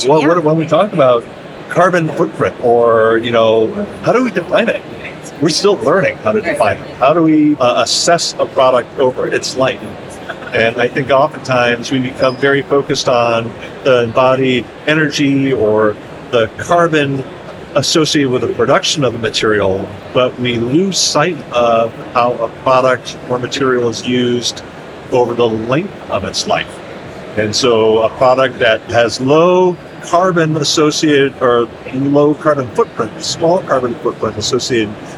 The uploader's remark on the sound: LIVE from Greenbuild 2023 with Solatube International. In this bonus episode, we share a LIVE conversation from the 2023 Greenbuild International Conference and Expo in Washington D.C.